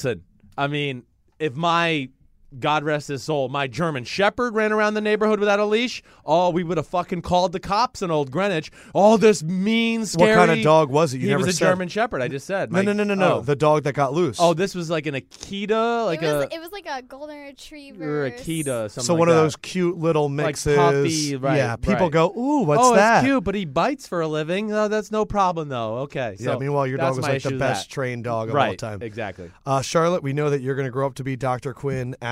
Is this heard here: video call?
no